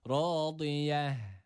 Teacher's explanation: Dilimizin sağ veya sol yanını üst azı dişlerine vurdurarak bu harfi çıkartıyoruz. Ve sonda dururken de noktalı olan T harfi durduğumuz esnada H'ye dönüşüyor.